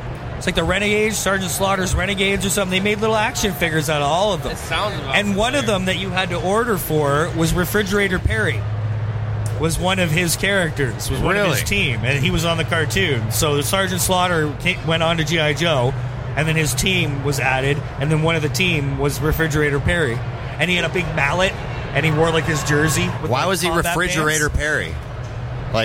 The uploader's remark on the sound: Live From Motor City Comic Con